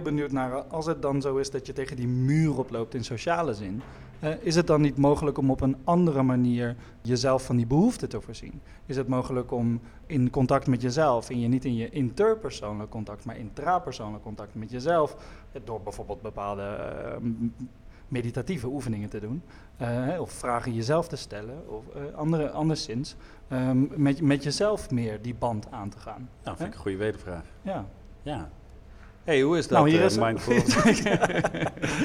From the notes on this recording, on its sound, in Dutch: DPOS x Stoicon X Gent . Deel 1 (live vanuit het Geuzenhuis Gent).